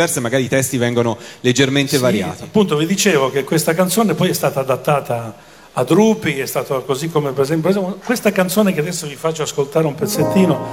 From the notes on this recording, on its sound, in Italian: Dal palco centrale di Lucca Comics & Games 2017